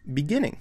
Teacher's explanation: We have three syllables, right? The answer is the middle one gets the stress.